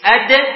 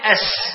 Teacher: سمع، أد أس من طرف اللسان تقارب المخرج، لكن الصفات بعيدة، الدال من حروف الشدة والسين من حروف الرخاوة